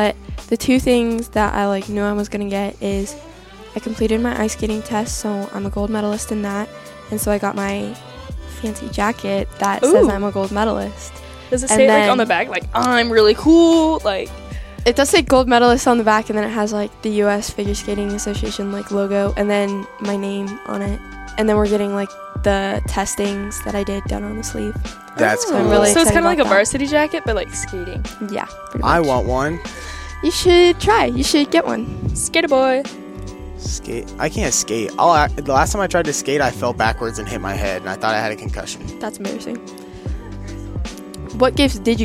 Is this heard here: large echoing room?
no